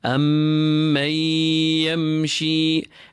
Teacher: You pull that ya, you assimilate the noon and the ya, you apply hunna to the ya, and thereafter you do not pull the meem and you keep the sheen clean. · Term: idgham with hunna